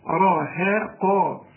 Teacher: الهاء مرققة، الراء مفخمة، القاف مفخمة